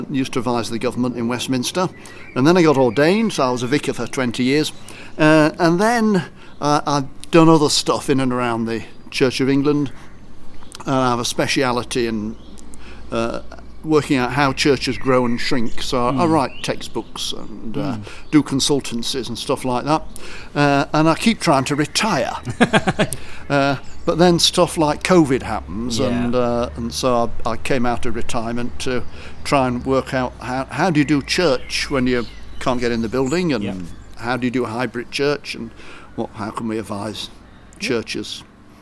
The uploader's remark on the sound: Sorry for the noisy wind on the recording.